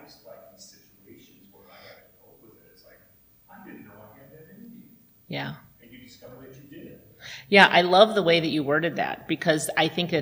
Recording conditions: large echoing room